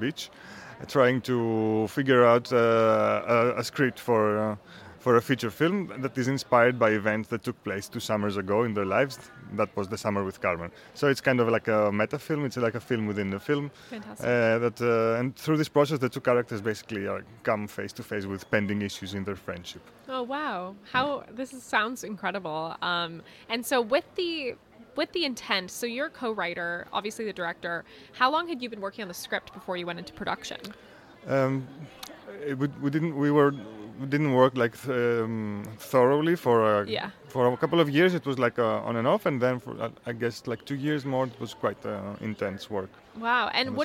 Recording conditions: busy venue